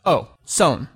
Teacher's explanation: we would consider the long O sound, but just a shortened version of it